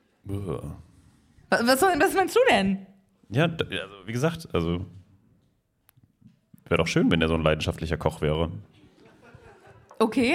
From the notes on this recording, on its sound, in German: LIVE IN BERLIN. Der Live-Aufnahme zweiter Teil.